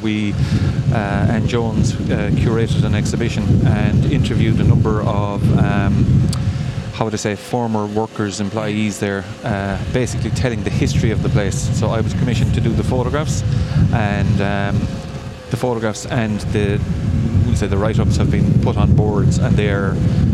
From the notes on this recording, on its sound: Interview as part SBCR live OB programmes of Live at the Green during the Scariff Harbour Festival weekend